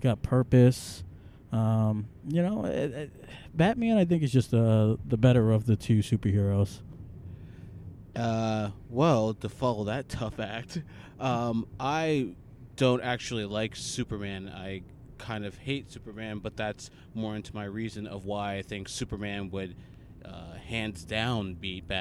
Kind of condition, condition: setting, inside a vehicle